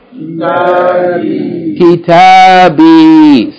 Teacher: So we have a short vowel and then two long vowels. Three syllables. A short vowel and two long vowels.